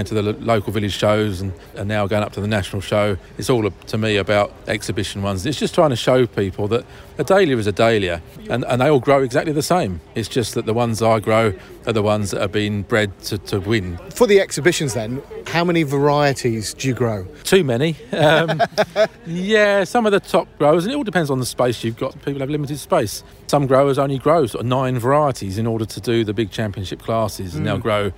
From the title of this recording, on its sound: at the Hampton Court Palace Garden Festival